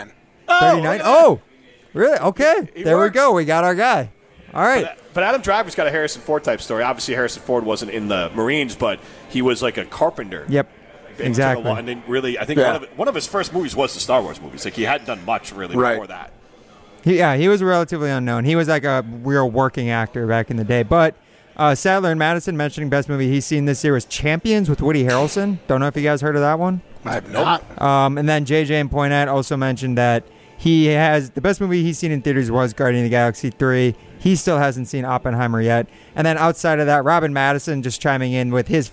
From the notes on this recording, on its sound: broadcast live from X-Golf in Middleton